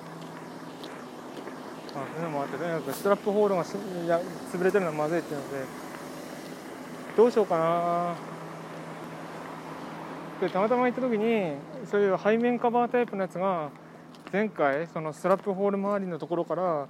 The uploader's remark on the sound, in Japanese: 通勤時，バスを降りてから職場まで歩く時間に，iPad miniのボイスメモを回してみる。